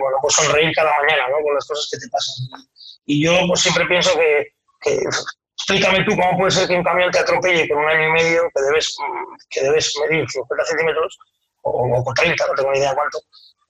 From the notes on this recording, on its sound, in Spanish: Y lo cuenta desde su cocina, porque este Podcast está grabado en pleno confinamiento por el Covid-19. Y por eso la calidad del sonido no es la más adecuada para un Podcast, pero así es como había que seguir dando pasos adelante.